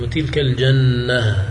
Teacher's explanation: تبدل من التاء هاء عند الوقف بغير خلف بين القراء